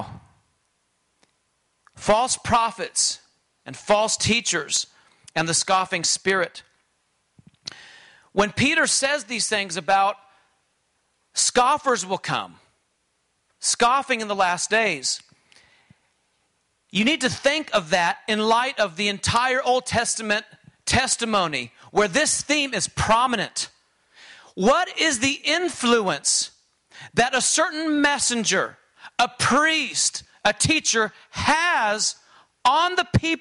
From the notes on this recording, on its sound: during this conference session